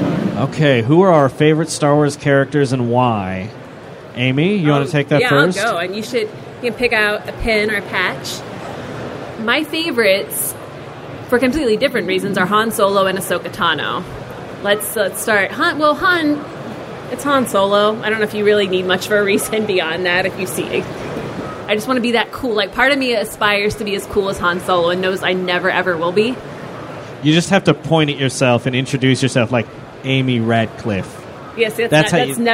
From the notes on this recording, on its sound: Star Wars Celebration Live. Were on hand at Star Wars Celebration Europe to do a live show. Take audience questions.